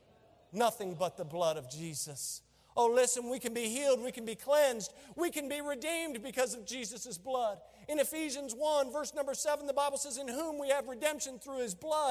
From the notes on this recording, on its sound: During a special Veterans Day Service